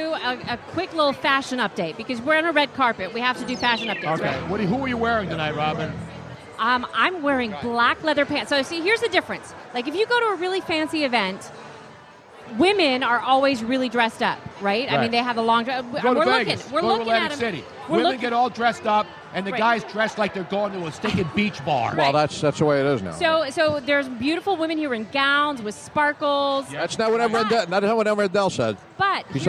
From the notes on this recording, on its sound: We are LIVE at XFinity Philadelphia for the Red Carpet Premiere